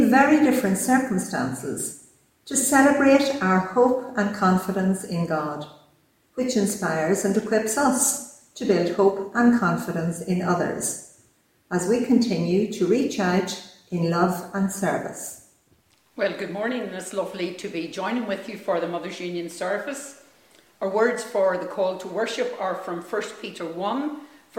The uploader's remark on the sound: Our online service this week is the Diocesan Mothers' Union Festival Service from Kildallon Church.